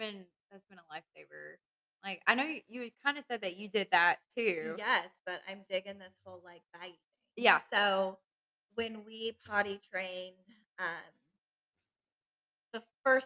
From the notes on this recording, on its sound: We were working with new Mic equipment. Bear with us as this episode might not “sound” exactly as we planned.